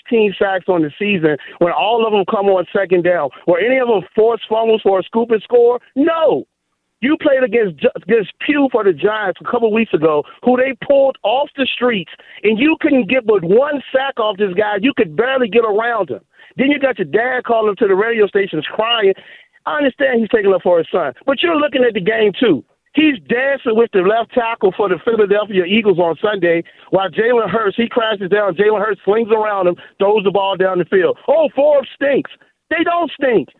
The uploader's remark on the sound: We take calls next. We take more calls and reactions.